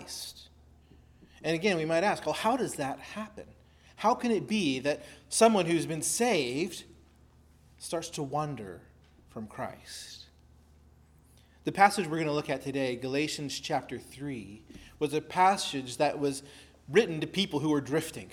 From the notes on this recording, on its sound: preached at Christ Our Savior Baptist Church